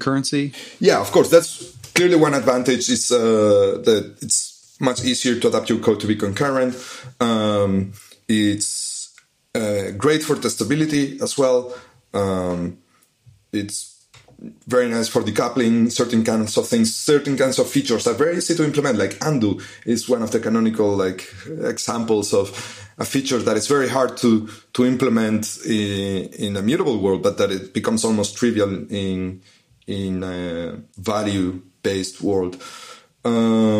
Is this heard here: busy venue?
no